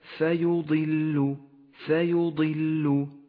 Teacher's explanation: والآن اقرأ قوله تعالى ليبين لهم، جاءت النون وبعدها حرف اللام ولكن النون هنا ليست ساكنة، فلا يوجد حكم الإدغام بلا غنة هنا لأن شرط الحكم أن تكون النون ساكنة، فاقرأ هنا هكذا ليبين لهم، بعدها مباشرة كلمة فيضل فيضل، الفاء والياء حرفان مرققان، وأما الضاد فهي مفخمة واللام بعدها مرققة · Term: الترقيق والتفخيم